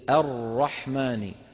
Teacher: الراء الأولى مدغمة في الثانية، والمدغم يأخذ حكم المدغم فيه، فإن أدغمت الراء الأولى في مفتوح مثل الرحمن، شايفين الراء الأولى كيف مفخمة؟ لأنها مدغمة في مين؟ في راء مفتوحة · Term: التفخيم